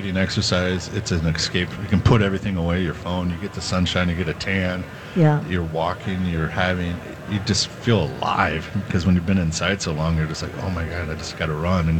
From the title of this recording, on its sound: Live at Minnesota Golf Show